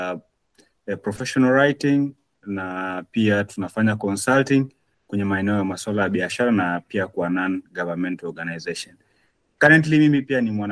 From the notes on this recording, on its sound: Live webinar